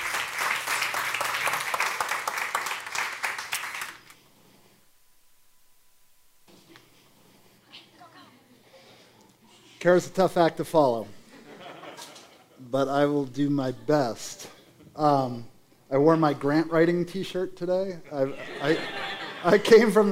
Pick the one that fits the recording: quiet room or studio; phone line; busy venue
busy venue